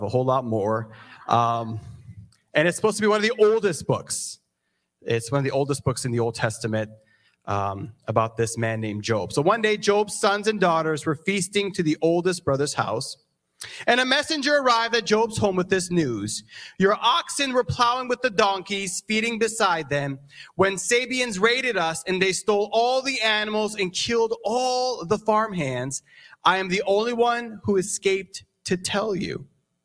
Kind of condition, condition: setting, large echoing room